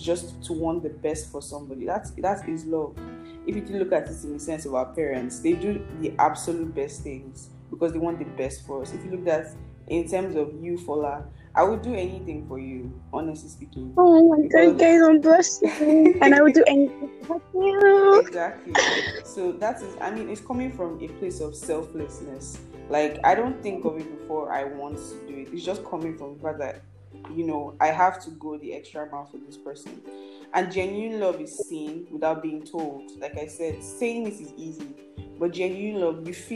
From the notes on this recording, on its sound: please ignore the background sounds